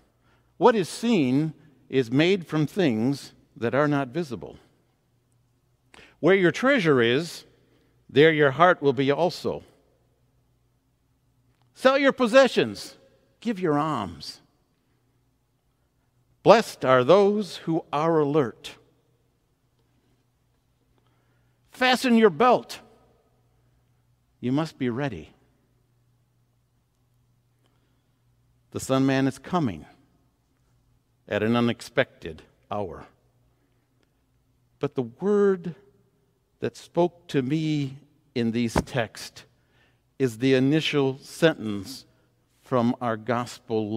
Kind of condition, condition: setting, large echoing room